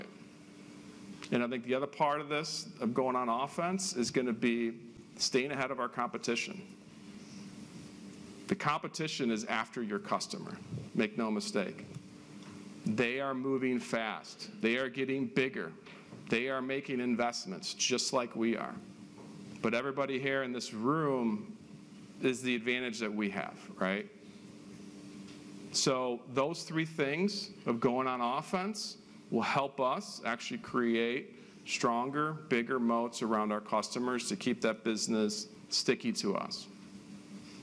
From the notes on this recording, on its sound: This presentation was originally shared live at Turtle's Sales Summit on March 20, 2023.